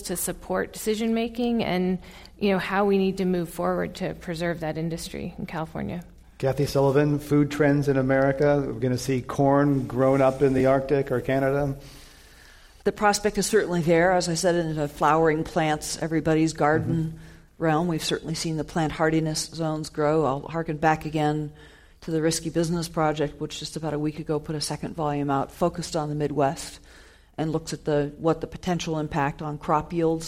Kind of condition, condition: setting, live audience